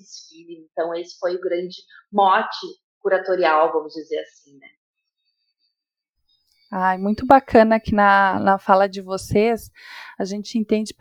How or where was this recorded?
video call